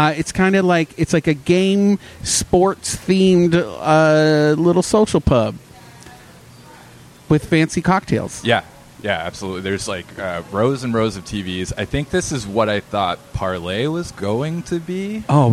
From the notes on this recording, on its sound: This week's show was recorded at the Game Room Social Club in the former Lizzy McCormack's space in downtown Orlando.